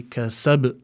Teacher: you must give the qalqala in this particular word more emphasis, because the ba is at the end, so you would say kasab to add more emphasis for the qalqala.